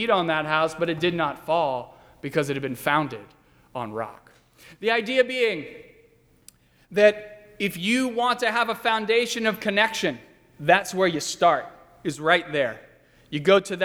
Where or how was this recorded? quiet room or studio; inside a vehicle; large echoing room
large echoing room